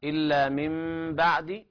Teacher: رسول من الله يتلو صحفا مطهرة فيها كتب قيمة وما تفرق الذين أوتوا الكتاب إلا من بعد ما جاءتهم البينة، إلا من بعد، هنا طبعا إقلاب لوجود الباء بعد النون الساكنة